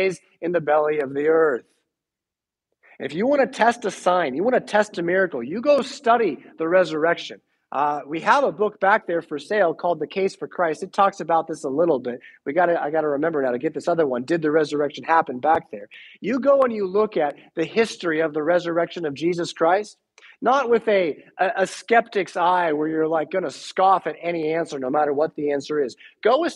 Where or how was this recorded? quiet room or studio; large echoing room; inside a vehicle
large echoing room